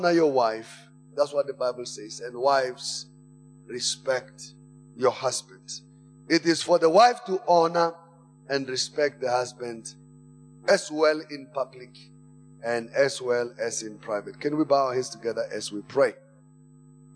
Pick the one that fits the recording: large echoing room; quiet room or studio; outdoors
large echoing room